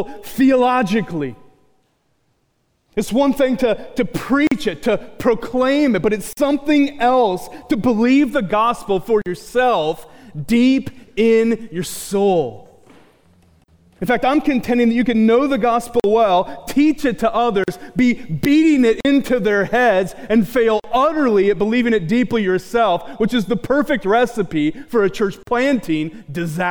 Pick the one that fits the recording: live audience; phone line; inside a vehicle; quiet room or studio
live audience